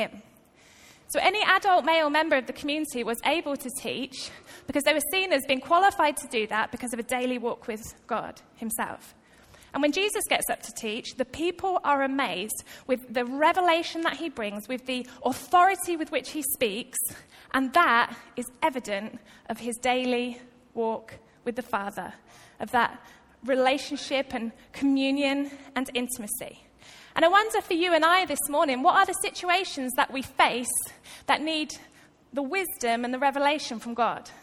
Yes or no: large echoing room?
yes